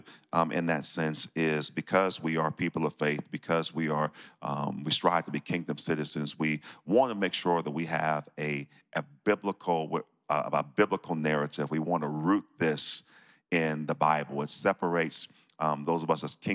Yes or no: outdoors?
no